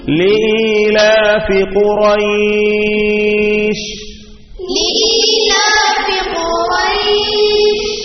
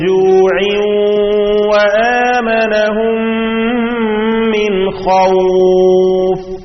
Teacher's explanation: ഖുറൈശ്, ബൈത്ത്, ഖൗഫ് എന്നിങ്ങനെ വാവും യാവും ദീർഘിപ്പിച്ചിരിക്കുകയാണ്. ഈ ദീർഘത്തിനാണ് ലീനിന്റെ ദീർഘം, മദ്ദുൽ ലീൻ എന്ന് പറയുന്നത്.